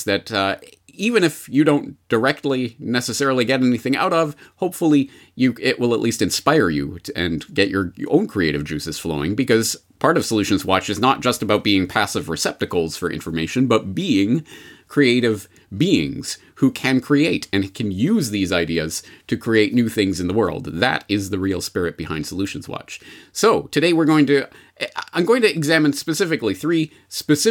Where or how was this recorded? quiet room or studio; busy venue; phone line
quiet room or studio